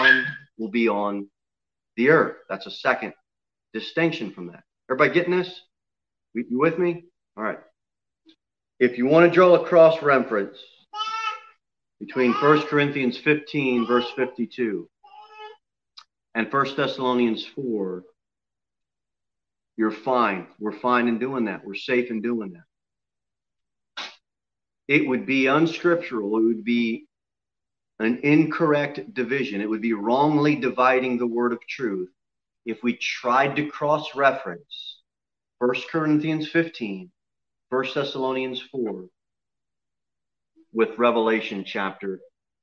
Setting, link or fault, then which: setting, large echoing room